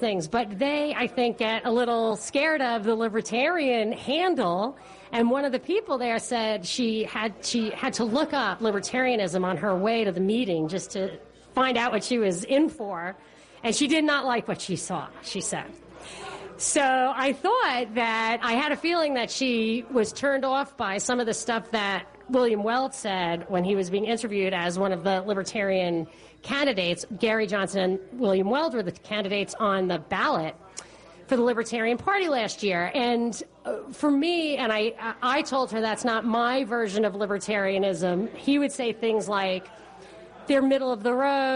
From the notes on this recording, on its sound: Live Event. Show originally aired live at Harp Irish Pub in Roswell, Georgia.